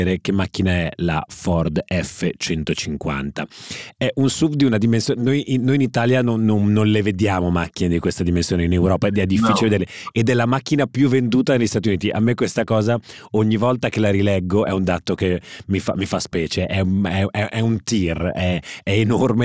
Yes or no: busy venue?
no